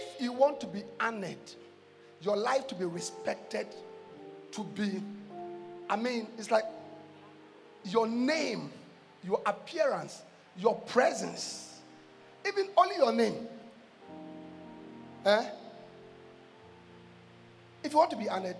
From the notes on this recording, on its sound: Preached at The Life Cathedral.